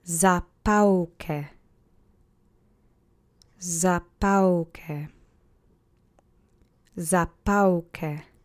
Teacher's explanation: The accent is on the middle syllable, as you could probably hear, and there are no special phonemes.